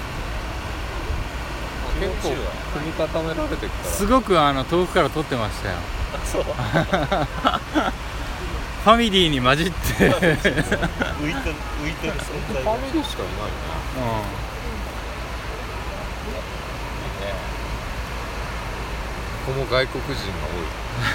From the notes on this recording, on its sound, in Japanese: 栃木ナンバーで大洗に行く勇気。波打ち際ですので、音質は悪いと思います。